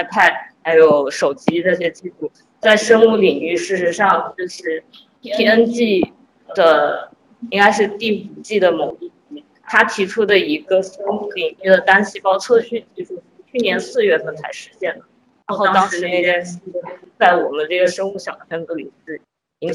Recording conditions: poor sound quality